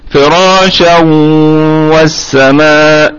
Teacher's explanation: أما وصلا فهو تنوين على الشين فراشا سوف يضغم فيما بعده وهو الواو · Term: إدغام بغنة